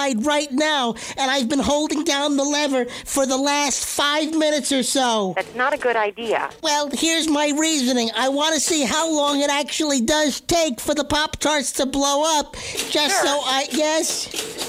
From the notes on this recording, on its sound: Personal Prank Phone Calls Collection